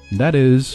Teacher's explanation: 这个特是一个不送气的特所以读得像的一样